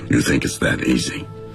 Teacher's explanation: 明明是个问句，为什么没有读成问句的调呢